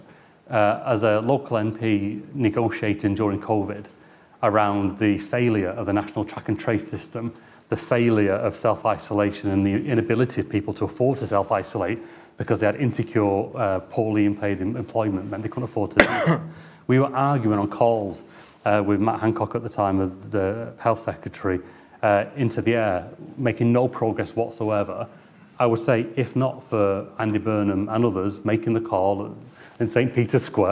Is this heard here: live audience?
yes